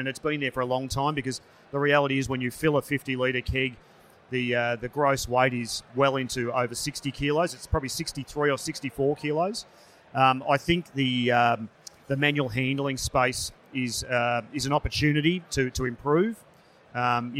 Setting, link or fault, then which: setting, busy venue